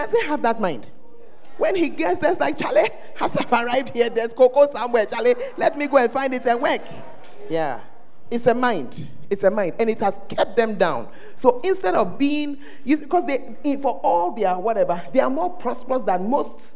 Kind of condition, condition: setting, large echoing room